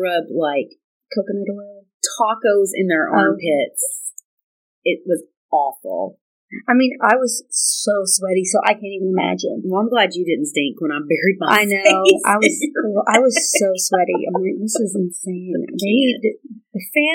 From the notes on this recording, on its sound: Our audio isn't great on this one. We're still working on our mic/sound adjustments.